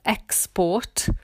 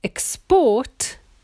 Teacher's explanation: So if you look at all those words beginning with X, for example, export, export is the noun, export is the verb. So the stress changes to the second syllable in the verb. · Shown in: second take